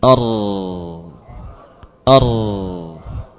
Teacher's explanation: Aliran suara melalui celah sempit yang terbuka di ujung lidah. Or, or. Ini ketika ro sudah tidak lagi bergetar. · Term: ro sukun